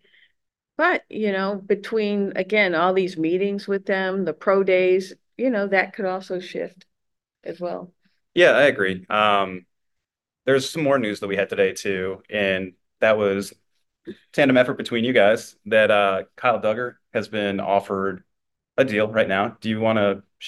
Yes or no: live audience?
no